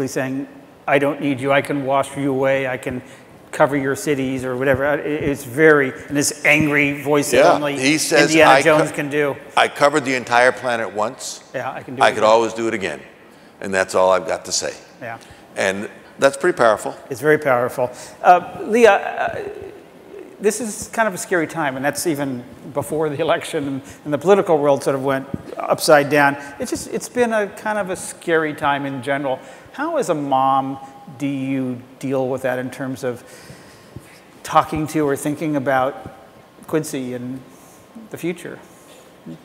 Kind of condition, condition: setting, live audience